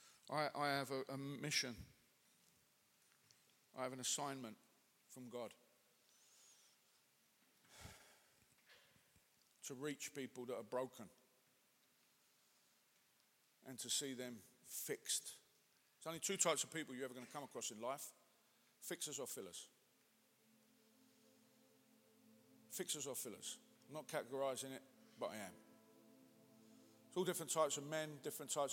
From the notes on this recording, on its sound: Speaking at the Just One Man Conference held at the Lighthouse Manchester in January 2020.